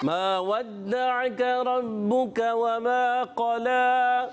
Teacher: جی ہاں، ربو کا را پر زبر پورا ادا ہوگا، با مشدد ہے ذرا رک کر ادا کریں گے، کاف کا مخرج بھی ہے. وما قلا، واؤ کی ادائیگی ہونٹوں کی گلائی سے ہوگی